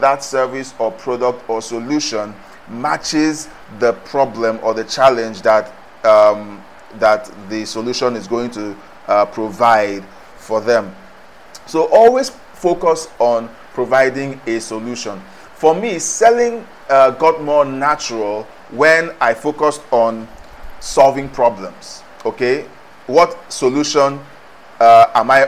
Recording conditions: background noise